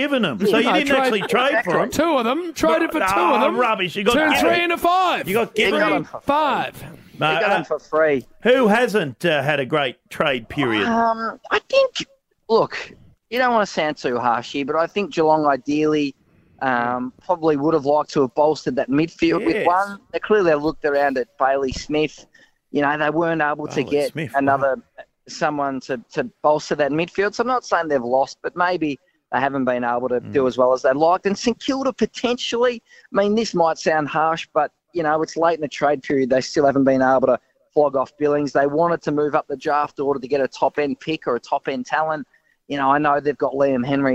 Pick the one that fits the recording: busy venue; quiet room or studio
busy venue